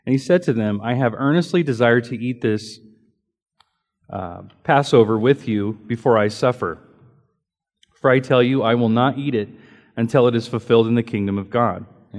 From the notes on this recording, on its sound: Recorded during Sunday School